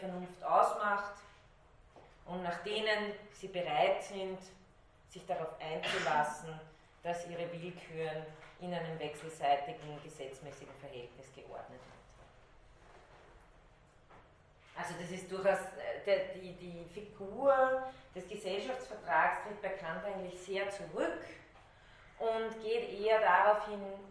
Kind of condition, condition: setting, large echoing room